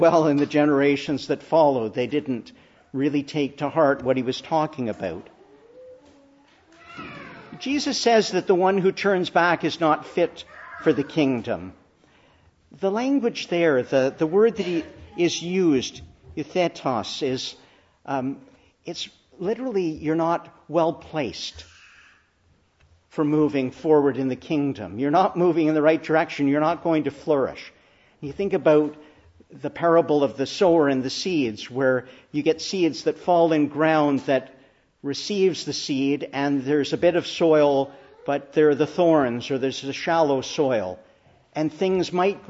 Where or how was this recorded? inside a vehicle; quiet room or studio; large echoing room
large echoing room